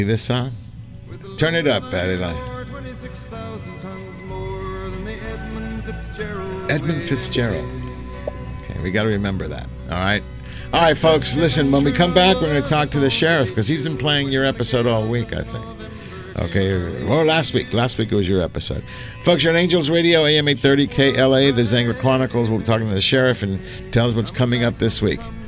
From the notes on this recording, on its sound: "LIVE" from Angel Stadium in Anaheim, CA ...